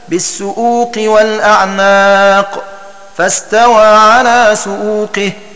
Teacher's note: بهمزة مضمومة بعد السين وبعد الهمزة المضمومة واو ساكنة مدية